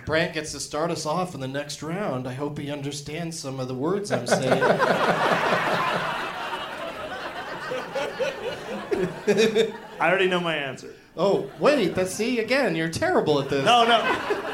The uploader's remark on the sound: Live from Comedy Works in Denver, CO